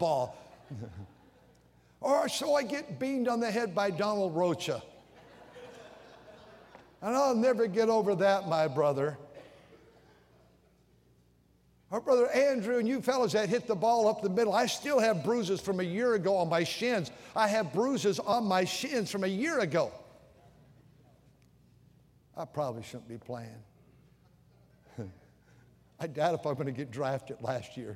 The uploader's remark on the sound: During the Sunday Evening service on July 9, 2023, at North Valley Baptist Church in Santa Clara, California.